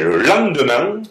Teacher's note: Toutes les voyelles nasales sont longues en lorrain. Donc, on a l'impression que l'on traîne. · Term: voyelle nasale